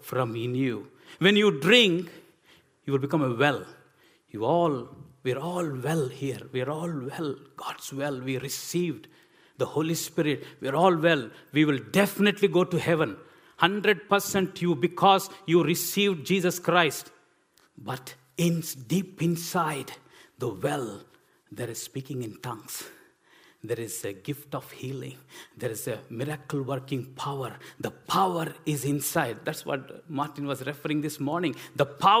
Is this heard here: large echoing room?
yes